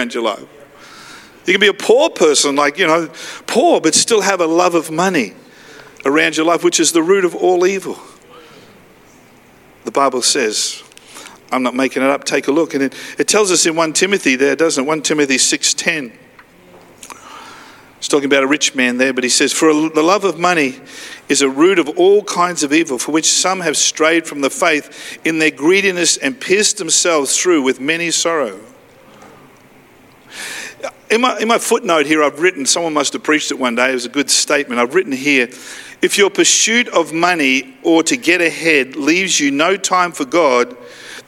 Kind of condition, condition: setting, large echoing room